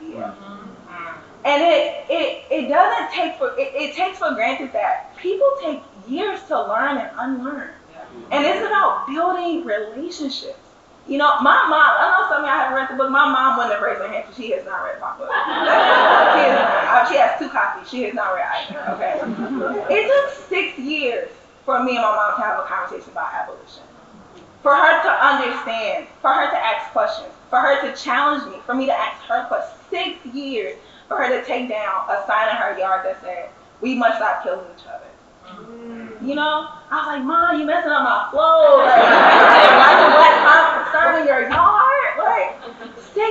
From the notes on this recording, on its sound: session recorded at Socialism 2022